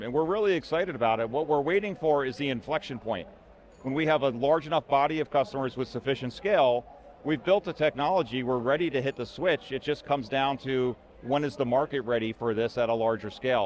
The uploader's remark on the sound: Recorded at VMware Explore 2022.